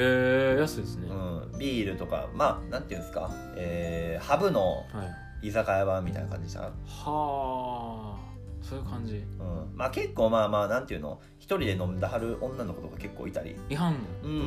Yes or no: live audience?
no